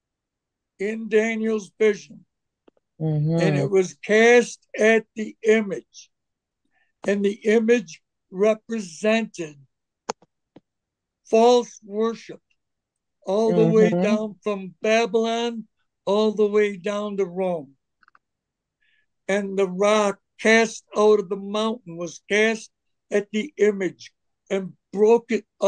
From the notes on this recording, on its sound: Oceanside Zoom Class.